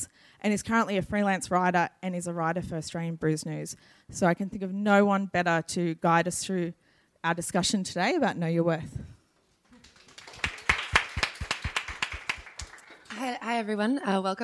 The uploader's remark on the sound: During the recent Good Beer Week in Melbourne, the Cryer Malt trade hub at BeerDeluxe was once again a focus for the brewing industry with a number of important trade discussions taking place. Brews News was able to be there to record some of these panels.